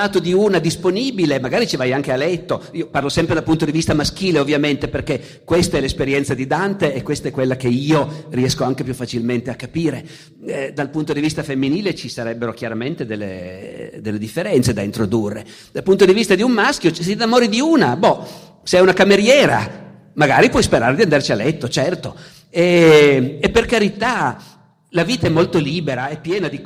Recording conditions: live audience